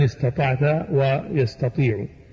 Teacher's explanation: وبين همس التاء إذا جاورت حرفا من حروف الإطباق